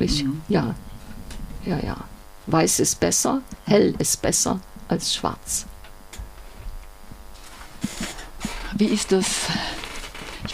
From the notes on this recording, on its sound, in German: Wir bitten die Tonqualität (surren) zu entschuldigen.